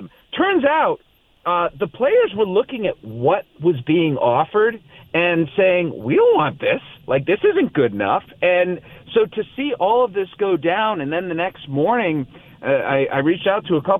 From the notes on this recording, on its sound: Calls. Phones.